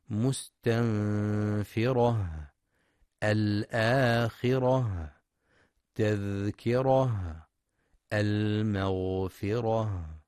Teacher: المستمعون الكرام، في رؤوس الآيات الأخيرة من سورة المدثر ختمت بعض الكلمات بالتاء المربوطة ونقف عليها بالهاء، فليحرص القارئ لتوضيح مخرجها من أقصى الحلق، ويراعي صفة الهمس بجريان النفس عند النطق بحرف الهاء